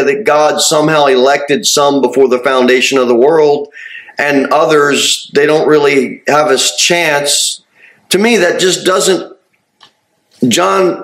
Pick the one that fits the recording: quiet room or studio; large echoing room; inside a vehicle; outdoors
large echoing room